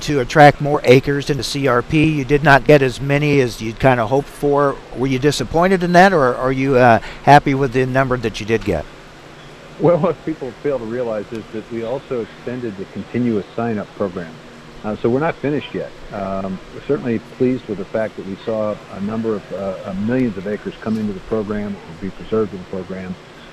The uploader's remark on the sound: Live from Farm Progress Show